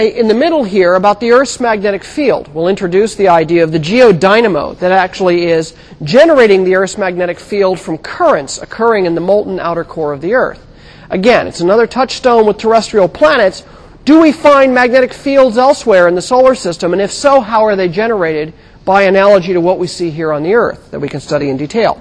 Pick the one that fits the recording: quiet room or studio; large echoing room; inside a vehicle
large echoing room